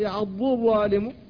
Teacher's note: فالضاد لسانية من حافة اللسان، والضاء من رأس اللسان ورؤوس الثنايا العليا